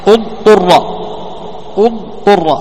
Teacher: اضطرر. ثم ادغموا الراء الأولى في الراء الثانية فجعلوها راء واحدة مشددة